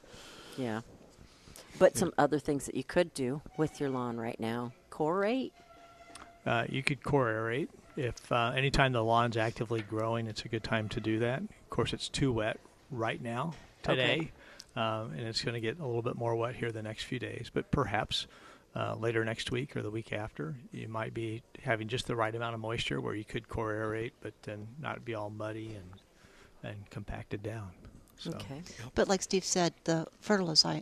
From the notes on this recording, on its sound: Plant Experts Live at Prairie Gardens.